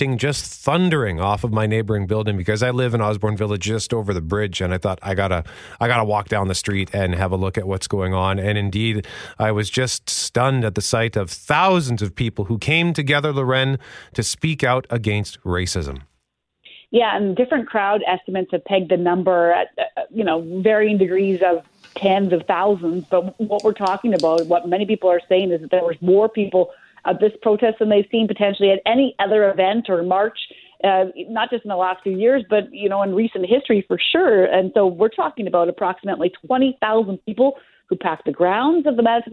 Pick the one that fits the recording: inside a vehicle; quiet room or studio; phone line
phone line